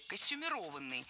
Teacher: литературной нормой был вариант с ударением на четвертом слоге – «костюмированный».